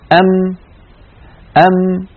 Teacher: حرف يخرج من الشفتين بانطباق الشفتين، ويصاحب هذا الانطباق غنة تخرج من الخيشوم هكذا أم فبانطباق الشفتين مع جريان صوت الغنة من الخيشوم بمجموع هذين العملين يخرج حرف الميم.